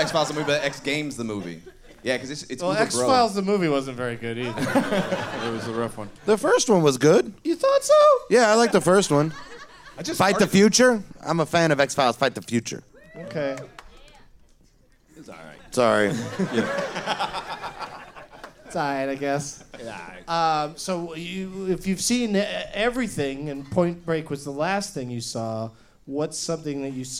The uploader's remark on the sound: Live from the Punchline in Sacramento